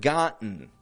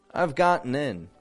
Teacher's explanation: If I say the word gotten, that T's disappearing altogether, right?